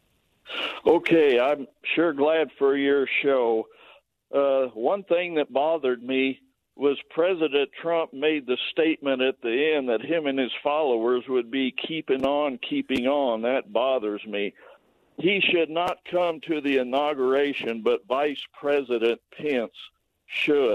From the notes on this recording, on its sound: He'll also take live calls from listeners to hear what they have to say.